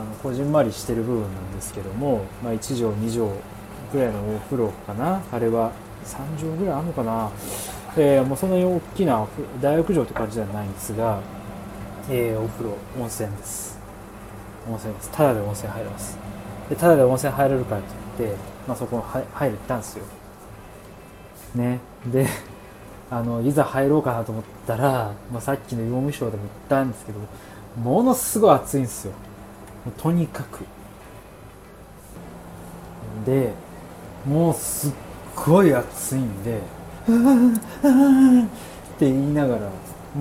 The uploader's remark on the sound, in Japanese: うどん煮込み中。おっきりこみを作りながら収録してます。